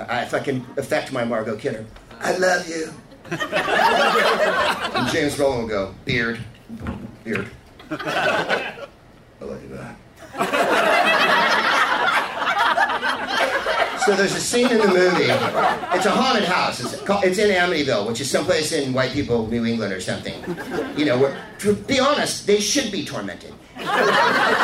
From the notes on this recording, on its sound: Live from the Punchline in San Francisco